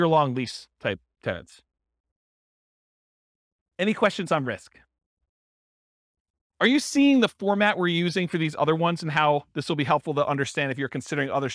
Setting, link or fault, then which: setting, live audience